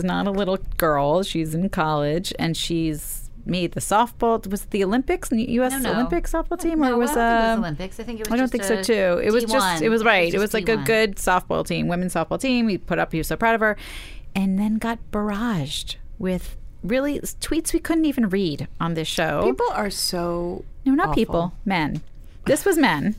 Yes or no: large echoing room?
no